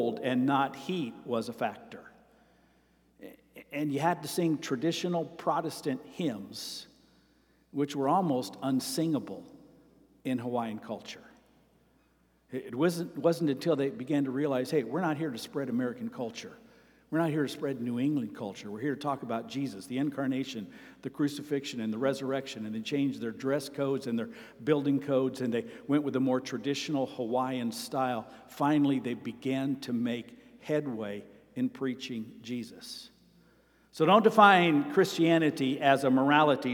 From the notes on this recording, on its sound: Sermon preached on June 18, 2023, at Avondale Baptist Church.